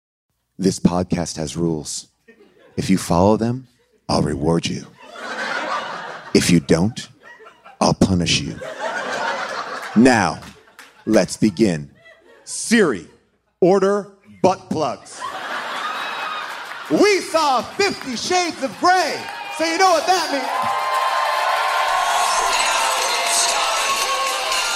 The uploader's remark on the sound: LIVE from Largo